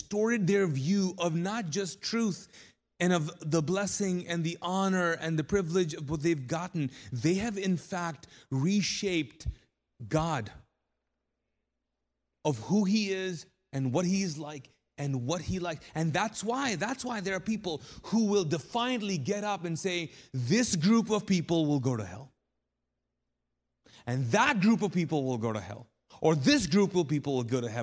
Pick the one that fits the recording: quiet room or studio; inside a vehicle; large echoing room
large echoing room